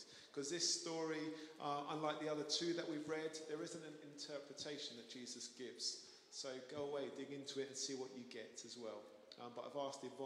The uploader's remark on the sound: Streamed live at St Paul's Shadwell on Sunday, 30 July 2023.